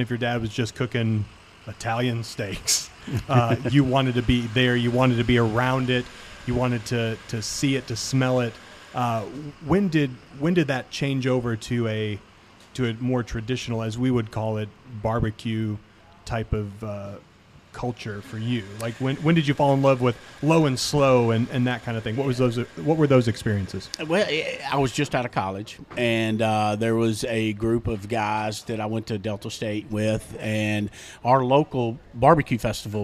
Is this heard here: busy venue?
yes